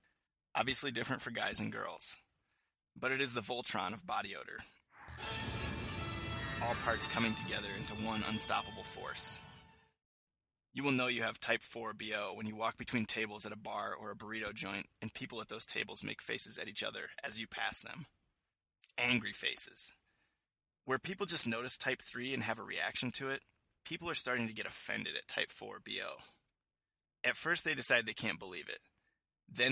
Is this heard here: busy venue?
no